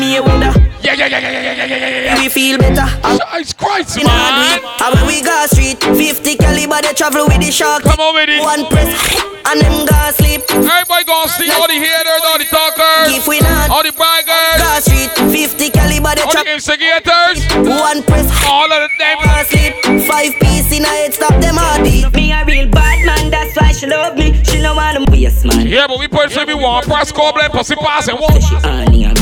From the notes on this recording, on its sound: BDAY PARTY LIVE AUDIO